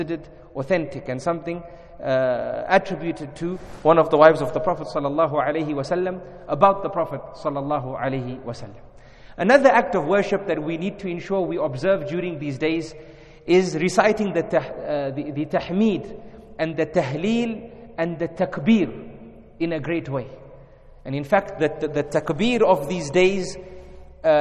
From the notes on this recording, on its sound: In this lecture conducted at Masjid Abbaas in Harare, Zimbabwe.